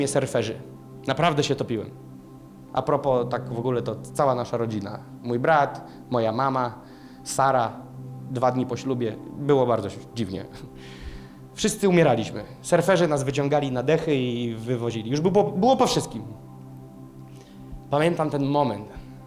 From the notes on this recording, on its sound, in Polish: Kazanie zostało nagrane podczas Makrogrupy NOF Church 24.